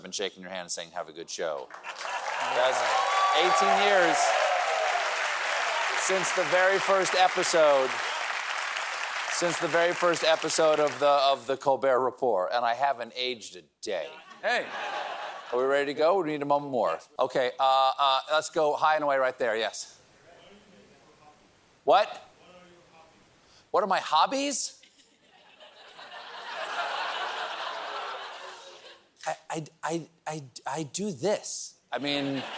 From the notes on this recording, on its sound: Every night before the show, our host takes a few questions from the audience.